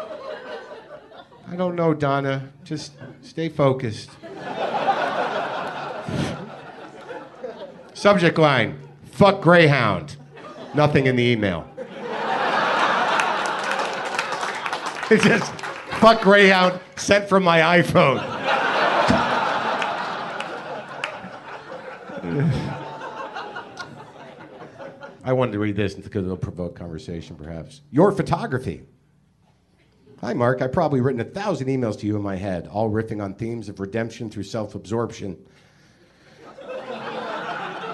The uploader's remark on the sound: It's live WTF from The Steve Allen Theater in Los Angeles.